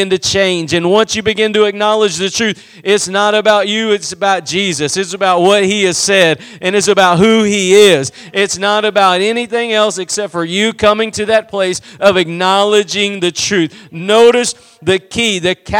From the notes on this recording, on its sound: Preached at Gospel Lighthouse in Bossier City, La.